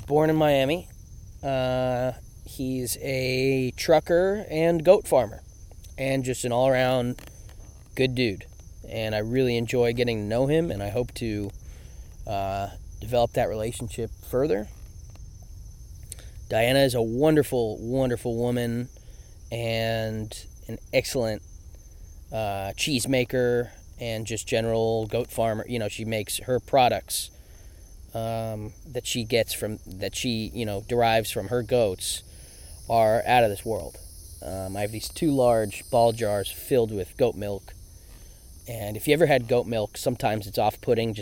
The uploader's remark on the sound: Field Recording